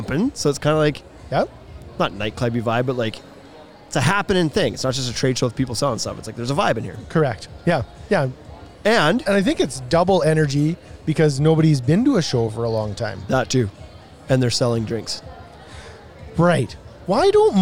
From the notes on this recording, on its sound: We did this one LIVE from a homeshow so its pretty fitting!